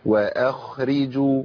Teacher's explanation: خاء في مرتبه وسطى من التفخيم، لا هي مفخمه قوي ولا هي ضعيفه تفخيما